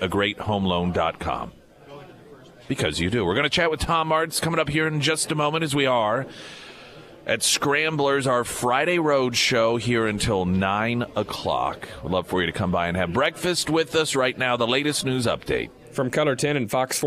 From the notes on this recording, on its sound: Live at Scramblers Diner.